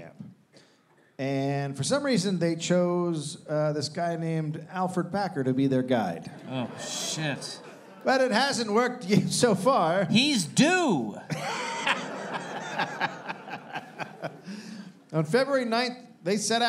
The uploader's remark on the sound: Recorded live at Comedy Works South in Denver.